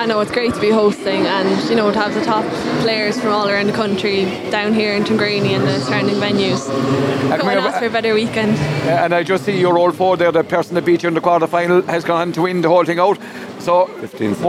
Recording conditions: busy venue